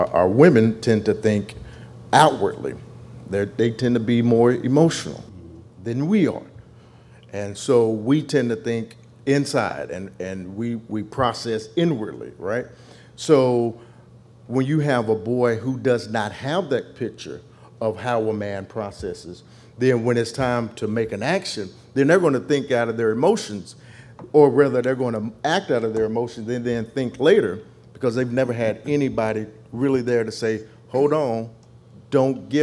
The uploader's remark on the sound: Leads a panel of men in a discussion around manhood before a men-only audience.